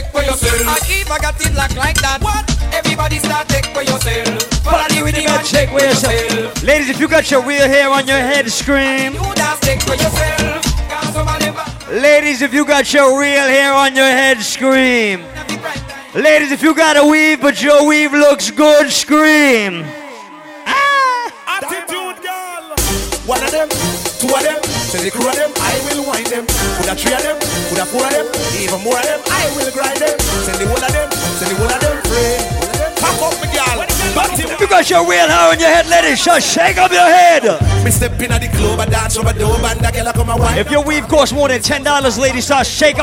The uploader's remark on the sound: LIVE AT ISLAND SATURDAYS